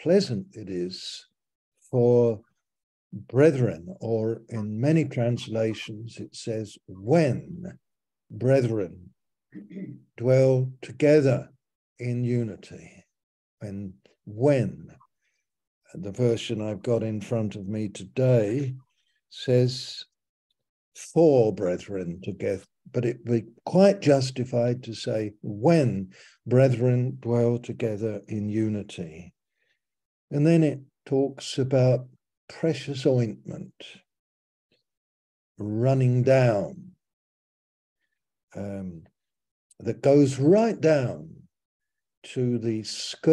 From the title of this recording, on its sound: Malaysia Meets (Zoom)